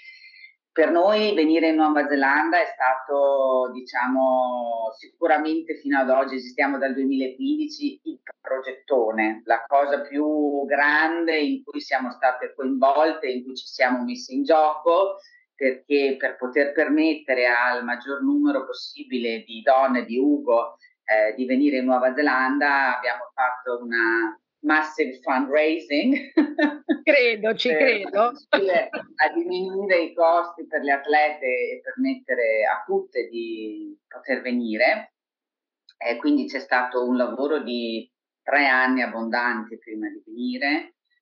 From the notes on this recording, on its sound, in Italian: Ci scusiamo per la qualità audio del collegamento.